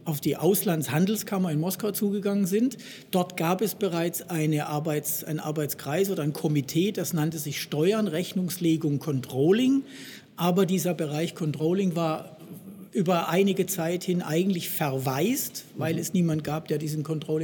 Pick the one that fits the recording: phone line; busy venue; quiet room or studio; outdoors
busy venue